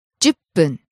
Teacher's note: Falls after the じゅ、stays low.